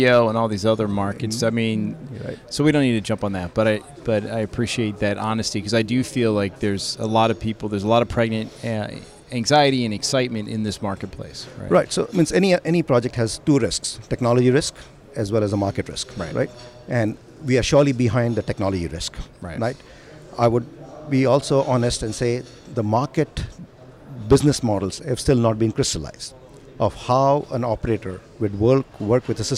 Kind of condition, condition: setting, busy venue